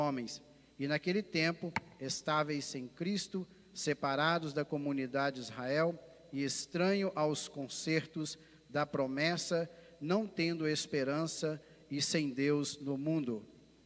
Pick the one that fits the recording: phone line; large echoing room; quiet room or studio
large echoing room